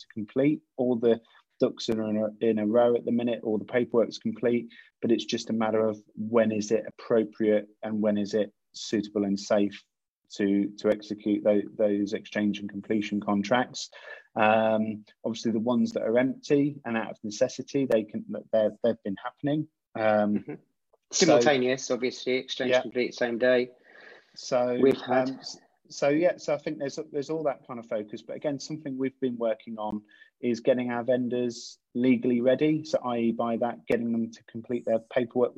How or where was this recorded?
video call